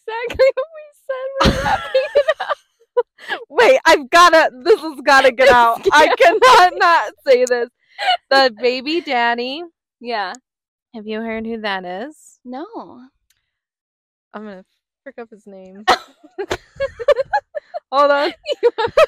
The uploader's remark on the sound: We’re on location again, but this time it’s less exciting. Recording in the restaurant for Podsgiving didn’t really pan out, so this episode was recorded in the parking lot.